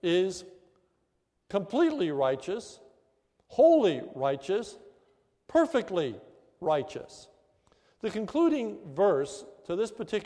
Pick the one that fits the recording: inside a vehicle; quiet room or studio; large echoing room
large echoing room